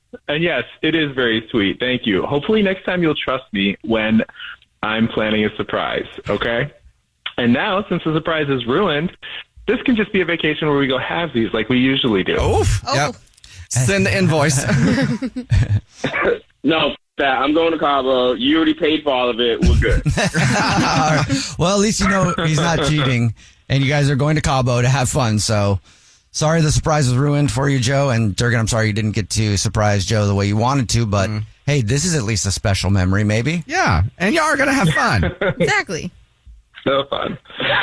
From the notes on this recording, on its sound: One of our listeners is on the phone